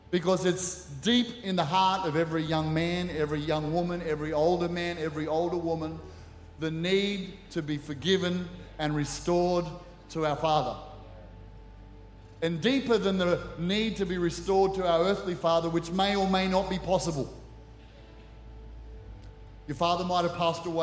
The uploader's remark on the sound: Recorded during our 9am service on Sunday, the 1st of October 2023.